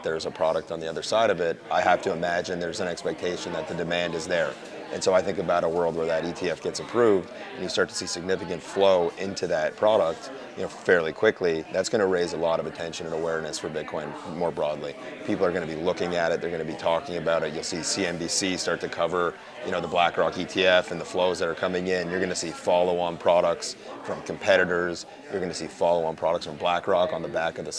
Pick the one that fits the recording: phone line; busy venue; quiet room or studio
busy venue